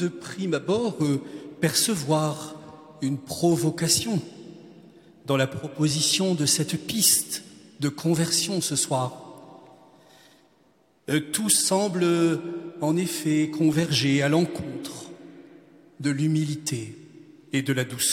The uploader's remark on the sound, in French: Quatrième conférence de carême de Notre-Dame de Paris.